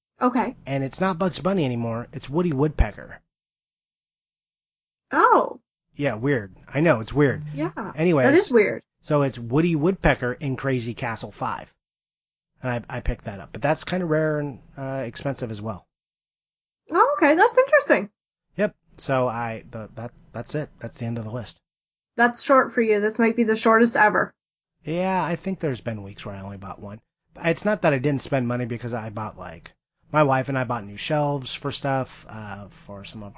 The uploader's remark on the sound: Warning, Clipped Audio